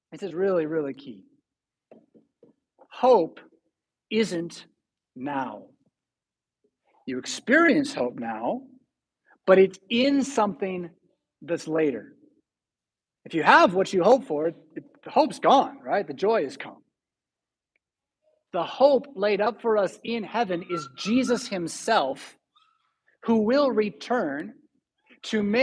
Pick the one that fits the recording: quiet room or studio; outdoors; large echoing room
large echoing room